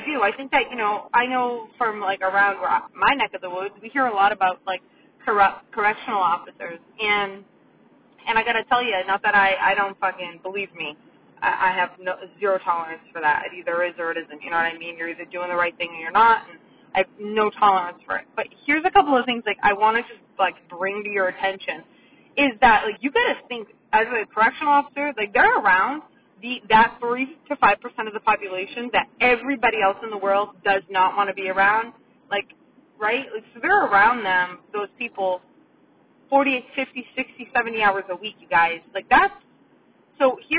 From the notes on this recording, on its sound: The audio isn't wonderful in this episode... Its one done in my car- sorry!